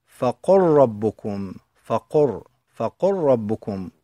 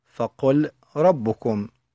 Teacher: وسبب الإدغام كما قلنا هو التماثل مع اللام والتقارب مع الراء · Shown in: first take